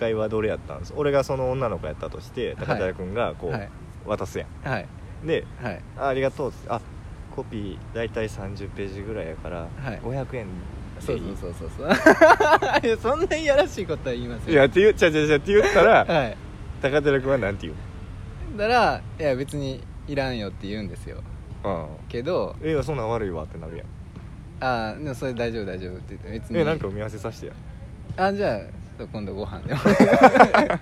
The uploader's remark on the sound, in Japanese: 武庫之荘にあるカリカエ公園の石のベンチで収録しました。